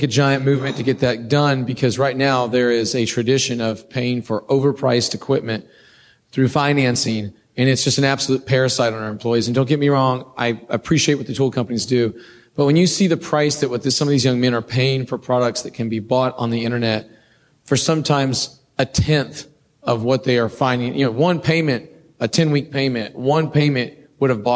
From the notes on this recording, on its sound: This power panel from Vision KC 2019